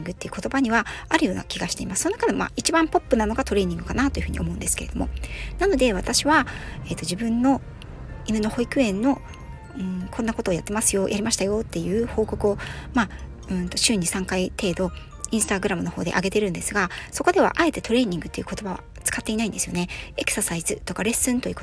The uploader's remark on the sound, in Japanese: 訪問の仕事と仕事の合間の車の中から、 一発録りでお届けしております。